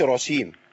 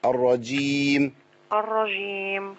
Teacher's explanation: ده خدي بالك من حاجه ما ابدلش الجيم بشين · Shown in: second take